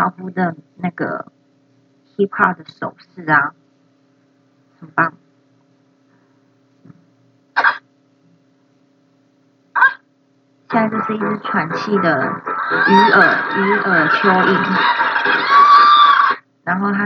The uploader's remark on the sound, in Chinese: 手機音質不佳